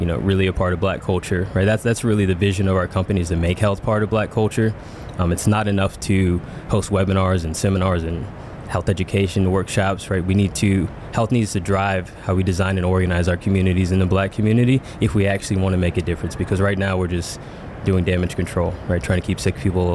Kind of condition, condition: setting, busy venue